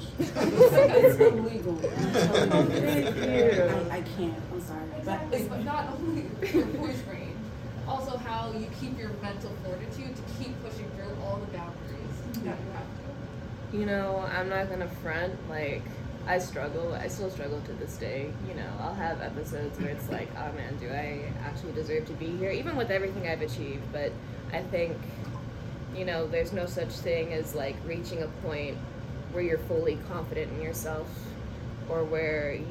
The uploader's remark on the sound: The boys are literally recording this live from Anime NYC.